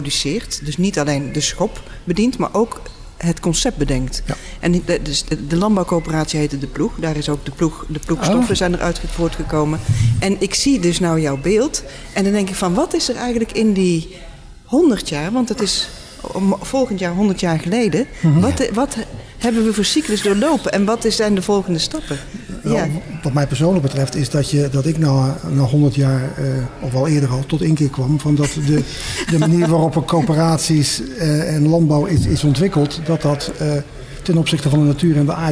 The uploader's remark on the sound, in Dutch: Opname: 1 november 2022, tijdens de nationale Klimaatweek in de Stadskas, in de LocHal in Tilburg. Tijdens de nationale Klimaatweek in de Stadskas, in de LocHal in Tilburg.